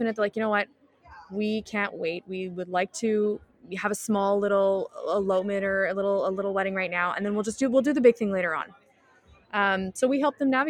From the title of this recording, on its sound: WE'RE LIVE at the ADIW wedding show!